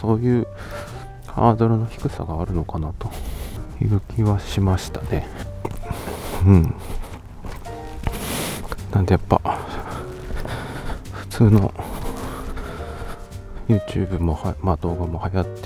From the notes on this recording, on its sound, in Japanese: 散歩しながらの収録のため、少々荒めの呼吸音はご容赦ください